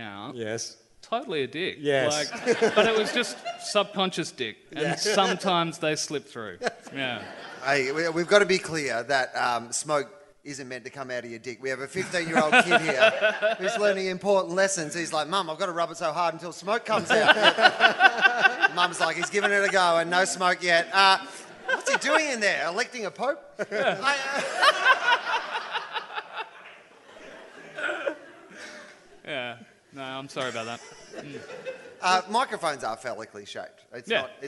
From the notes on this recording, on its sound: Live At The MICF. For a live recording at the Melbourne International Comedy Festival.